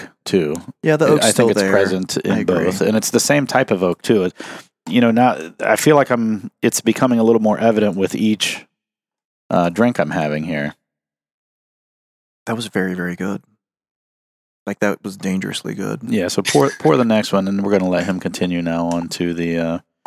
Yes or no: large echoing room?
no